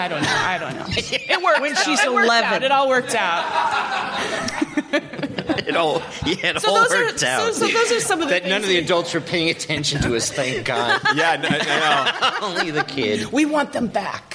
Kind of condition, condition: setting, live audience